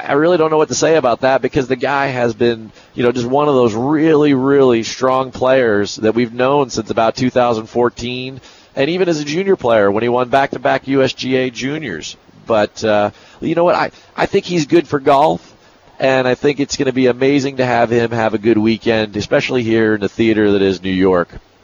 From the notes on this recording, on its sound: On the road this week broadcasting "live" from the FedEx Cup playoffs, The Northern Trust. The amazing LNGC venue.